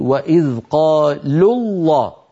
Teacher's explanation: فاللام لام قالوا هي التي جاورت لفظ الجلالة وهي مضمومة، لذلك نفخم اللام